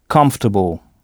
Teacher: Pas de son on, puisque ce son n'existe pas en anglais. Et ici, l'ensemble C-O-M se prononce come.